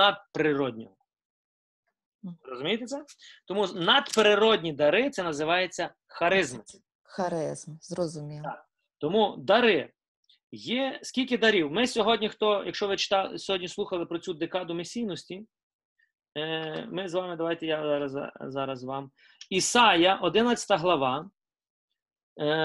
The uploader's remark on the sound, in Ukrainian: Zoom зустріч